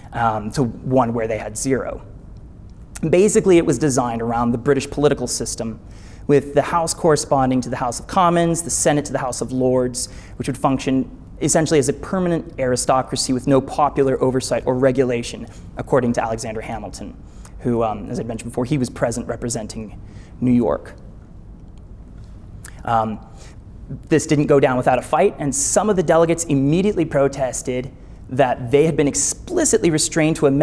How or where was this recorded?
live audience